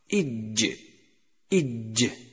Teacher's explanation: والآن مع الملاحظات التي تخص نطق حرف الجيم: أولا يجب الحرص على إعطائه حقه من صفة الشدة، أي انحباس الصوت عند النطق به، وهذا ما يسميه البعض بالتعطيش، حيث ينقطع الصوت وينحبس بإلصاق وسط اللسان على وسط الحنك الأعلى، يتضح ذلك معك من نطقك للحرف إج إج.